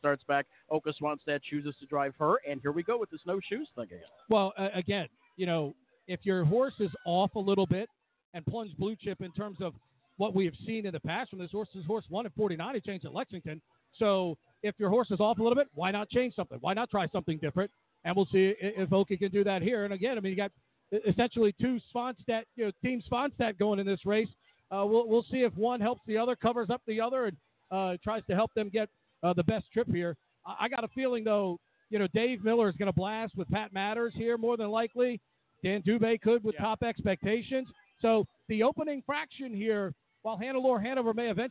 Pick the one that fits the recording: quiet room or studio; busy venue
busy venue